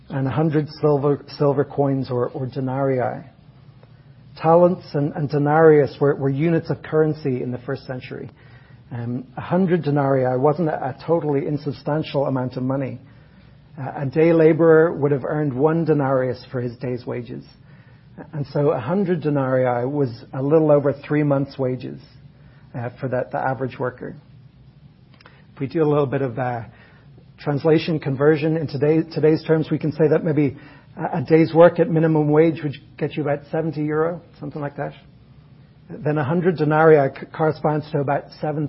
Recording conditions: large echoing room